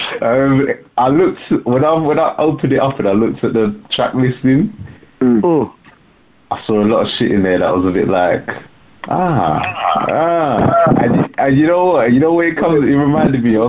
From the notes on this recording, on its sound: We never publicly released this episode because the audio wasn't great. Being our first episode we are still working on getting better audio n a more condensed format.